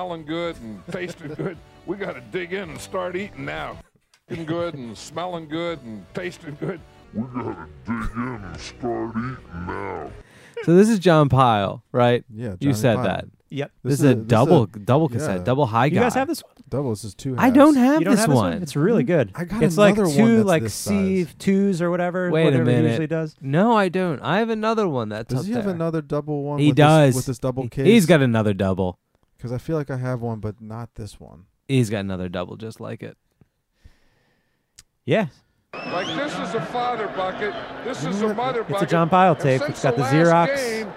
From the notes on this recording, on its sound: Heads to Atlanta for the Superbowl pregame cassette show, recorded live from the 69th yard line of the big game!